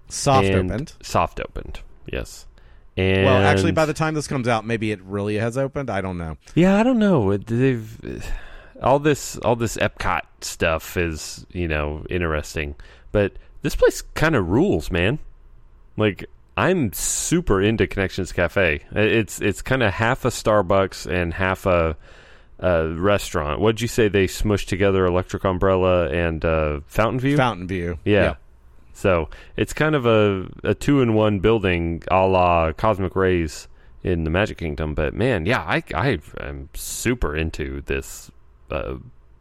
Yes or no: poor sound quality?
no